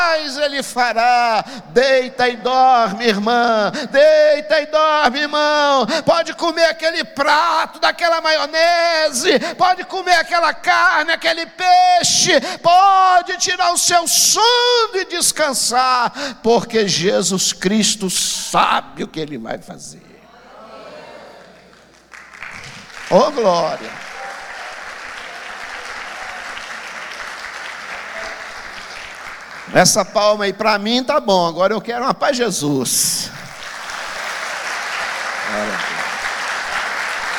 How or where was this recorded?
large echoing room